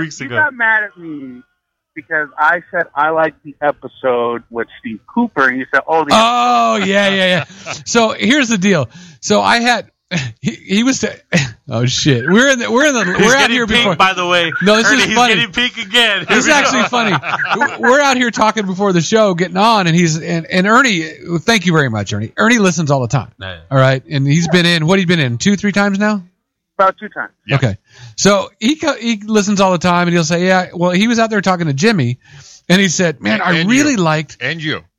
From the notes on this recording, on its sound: phones in!